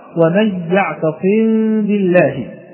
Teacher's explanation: يجب علينا أن نخفي الميم مع الغنة، ولا ننسى ذلك، مع الغنة إذا وقعت قبل الباء · Term: الإخفاء